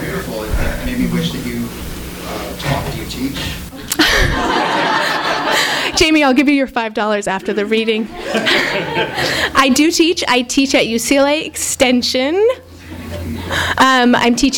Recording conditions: live audience